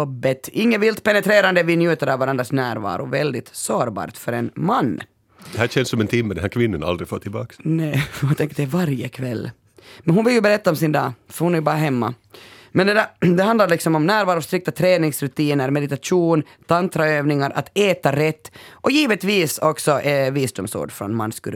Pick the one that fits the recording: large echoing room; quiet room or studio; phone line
quiet room or studio